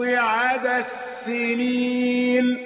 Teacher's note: أضغمنا الدال في السين الثانية